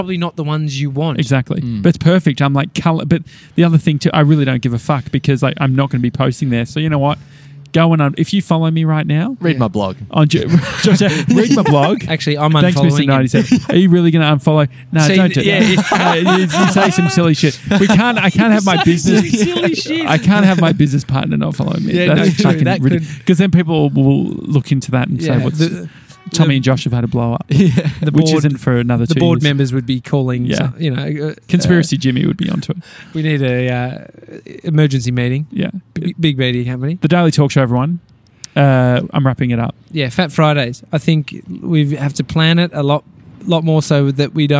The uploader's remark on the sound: We're recording live from Victoria Park's grandstand.